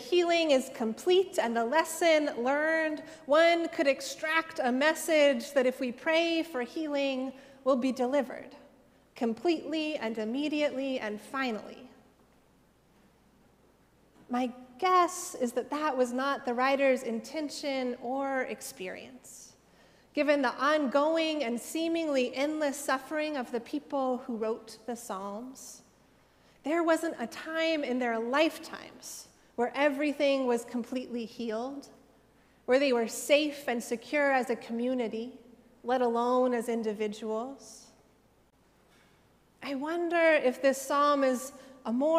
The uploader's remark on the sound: Sermons from Old South Church in Boston